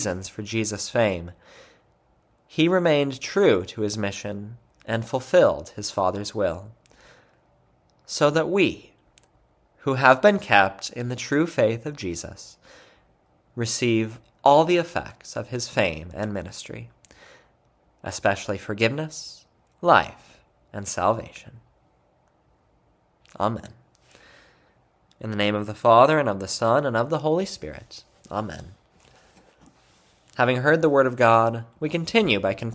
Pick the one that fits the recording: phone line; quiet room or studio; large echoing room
large echoing room